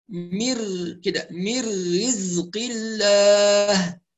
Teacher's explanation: نوضح حرف الراء جيدا ويكون مرقق ومجهور بدون نفس